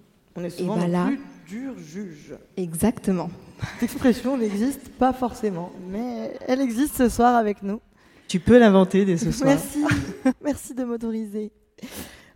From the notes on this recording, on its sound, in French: On s'est retrouvé à l'Olympia pour faire un enregistrement live devant 2000 personnes. Soyez tolérants avec mes bruits de respirations, de pleurs et mes cris, c'était du direct !!!